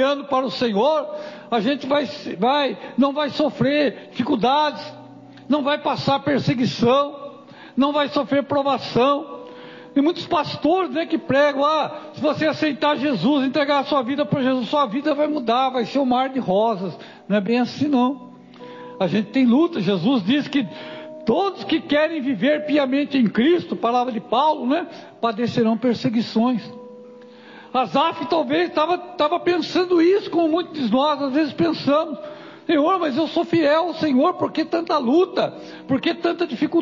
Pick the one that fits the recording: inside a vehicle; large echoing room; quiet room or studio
large echoing room